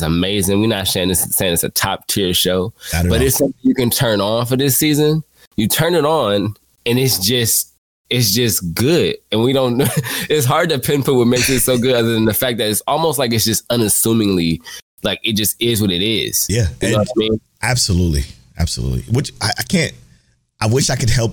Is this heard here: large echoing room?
no